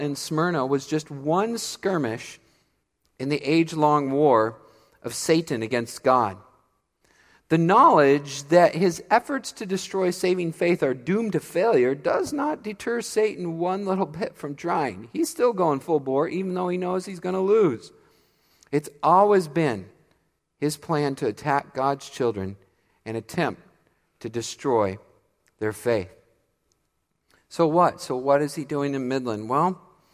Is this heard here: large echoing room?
yes